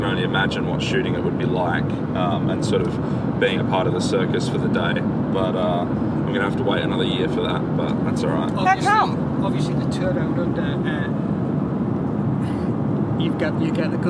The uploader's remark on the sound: Recorded in a van enroute to Stage 3 of the 2020 Santos Women's Down Under.